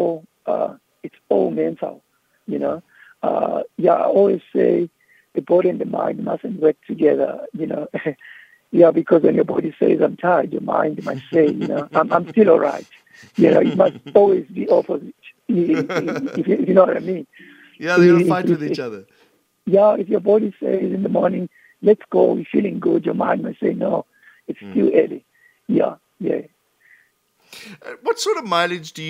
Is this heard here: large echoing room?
no